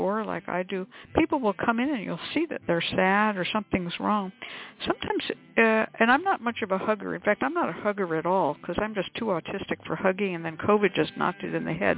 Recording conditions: phone line